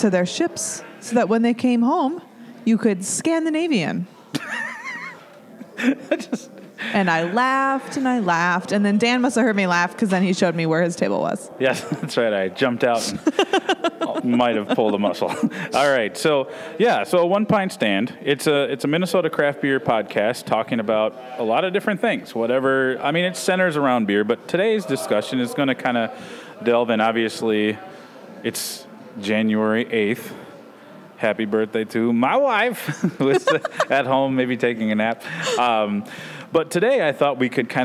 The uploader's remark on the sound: All this was recorded in the friendly confines of Town Hall Brewery in Minneapolis.